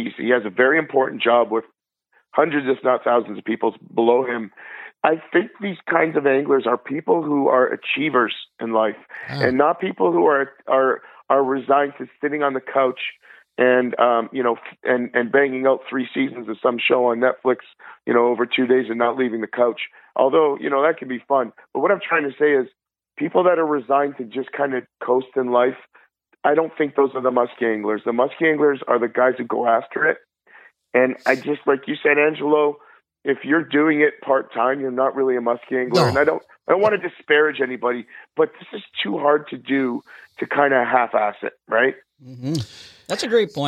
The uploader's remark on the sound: head to the phones and call up the host of the Ugly Pike Podcast